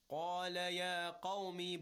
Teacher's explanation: Both the qaf in qala and qawm are tafkhim letters. Rounded mouth and a heavy recitation.